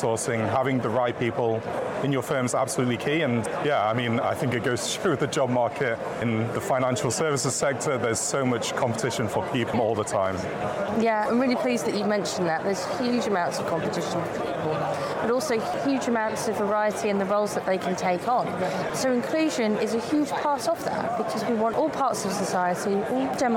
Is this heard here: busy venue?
yes